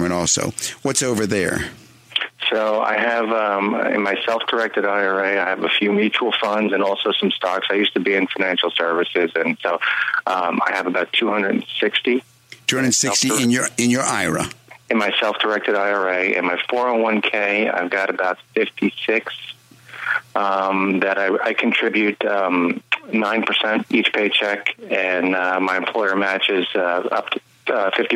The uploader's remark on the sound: Call-in show.